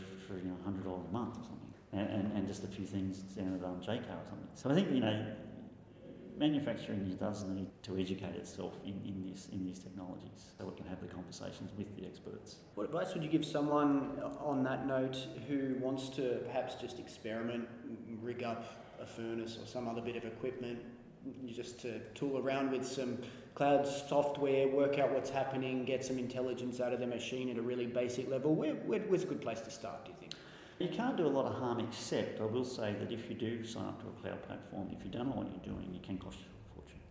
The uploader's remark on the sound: The episode was recorded on the second day of last week’s Modern Manufacturing Expo